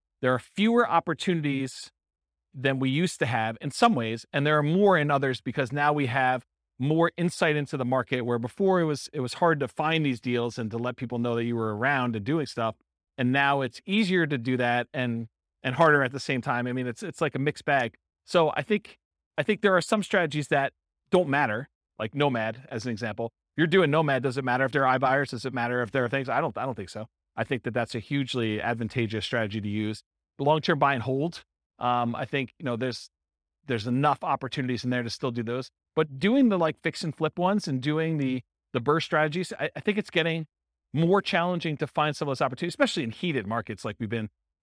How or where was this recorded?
live audience